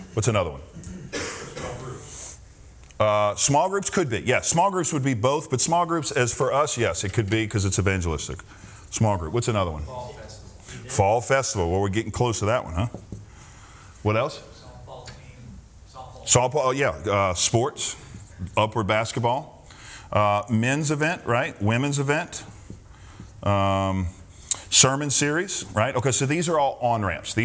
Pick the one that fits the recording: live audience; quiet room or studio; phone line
live audience